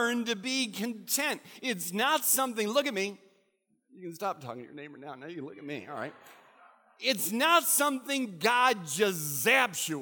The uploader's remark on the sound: recorded at Central: A Christ-Centered Church on 12/27/15.